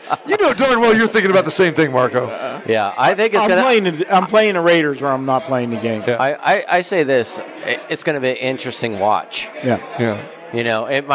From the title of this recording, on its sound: Live from the Suoer Book at Westgate Las Vegas